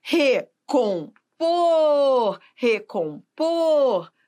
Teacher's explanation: Veja, o por é a sílaba tônica.